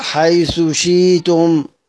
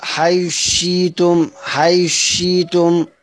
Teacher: اول مذهب قال الاظهار مع الابدال، الاظهار مع الابدال، يعني اقول حيث شيتم كده، حيث شيتم هظهر حيث، مش هضغم الثاء في الشين · Shown in: first take · Term: الإظهار